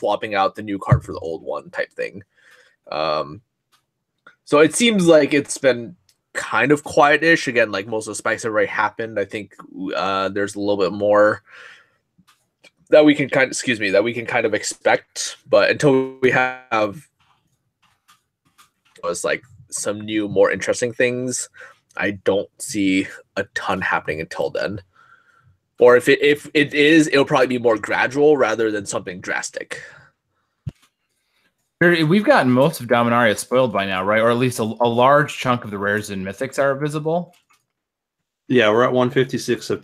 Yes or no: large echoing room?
no